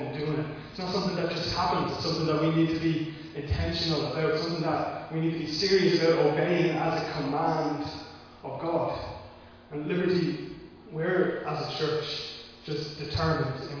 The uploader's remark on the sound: Recorded live in Liberty Church on 1 August 2021